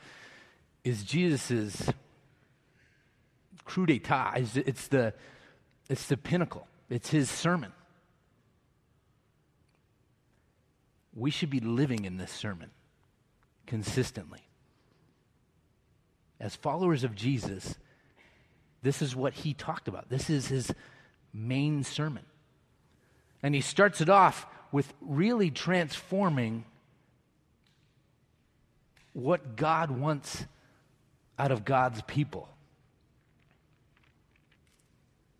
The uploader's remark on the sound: Message delivered during the Traditonal Worship service.